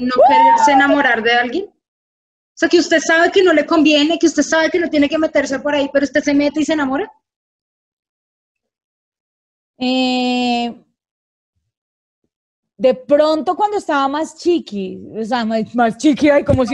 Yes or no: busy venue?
no